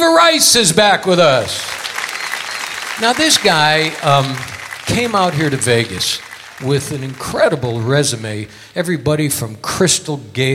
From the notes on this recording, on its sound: Live at the SouthPoint Casino